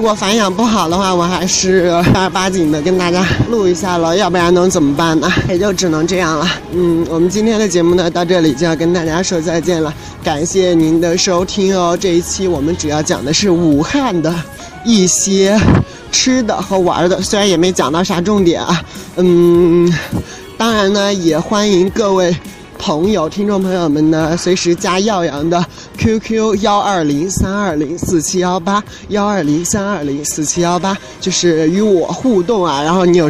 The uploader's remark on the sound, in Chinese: 录制在城市的车水马龙让你近距离感受武汉的气息。